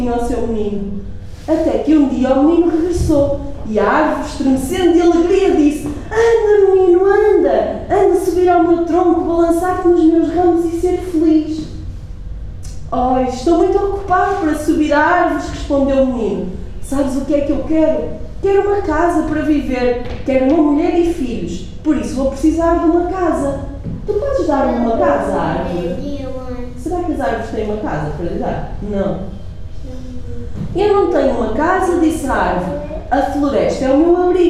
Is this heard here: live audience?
yes